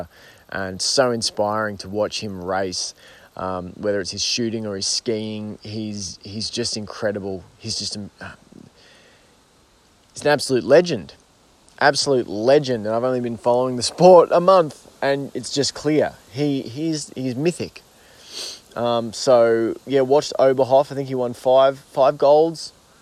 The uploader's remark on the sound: sits down in the garden to record a freeform solo episode